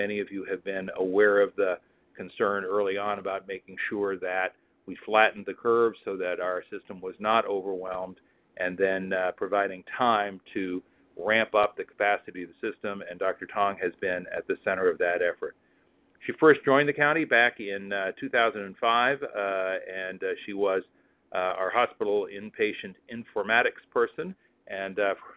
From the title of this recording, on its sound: Telephone Town Hall July 19th